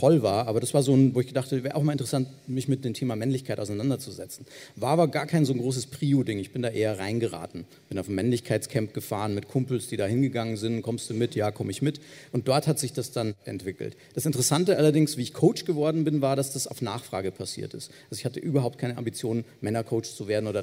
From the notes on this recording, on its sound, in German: mit Gästen beim Podcastfestival im Hamburg diskutiert